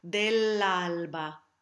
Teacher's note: The Italianate L is only said with the tip of the tongue.